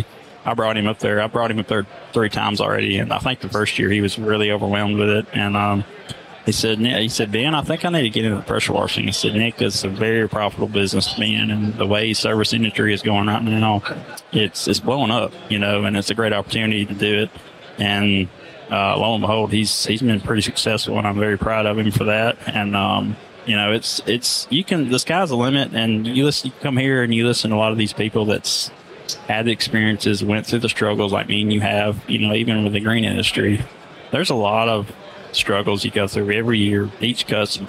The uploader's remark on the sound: Live from Pod-Row at the Huge Convention